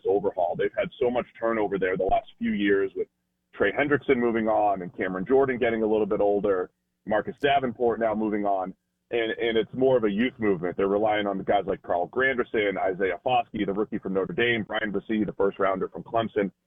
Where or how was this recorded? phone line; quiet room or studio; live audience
phone line